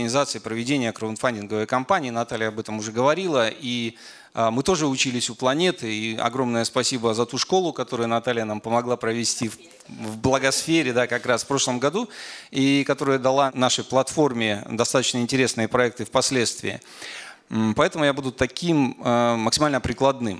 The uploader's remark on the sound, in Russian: Этот подкаст мы записали на конференции по социальной журналистике «Медиа/НКО}профи», которая прошла в Благосфере 27 октября 2022 года.